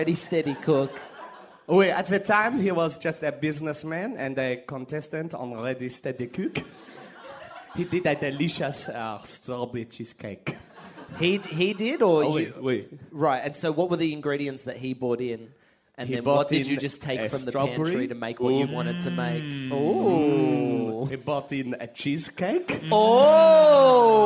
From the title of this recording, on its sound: LIVE FROM SOHO THEATRE LONDON